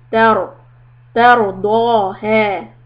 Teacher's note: The ra is a sukun preceded by a fatha that makes the ra heavy.